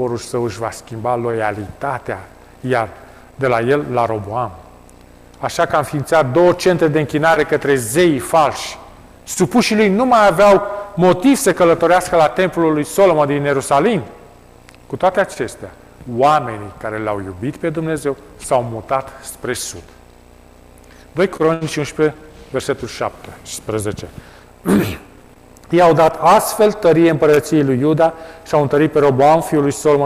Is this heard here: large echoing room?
yes